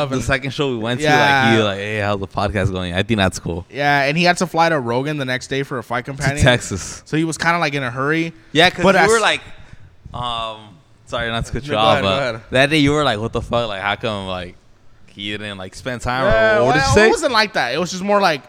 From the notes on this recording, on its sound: Live from the republic bar in Covina.